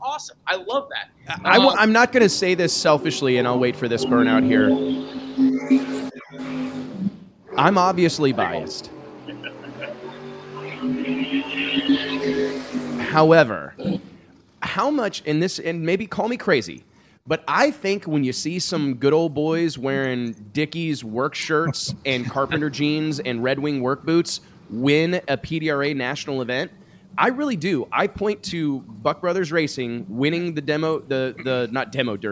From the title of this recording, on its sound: East Coast Nationals Live from Galot Motorsports Park